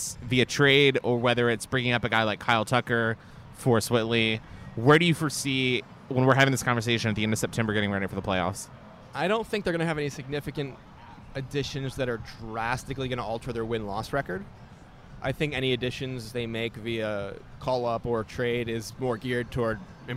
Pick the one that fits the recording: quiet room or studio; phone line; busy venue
busy venue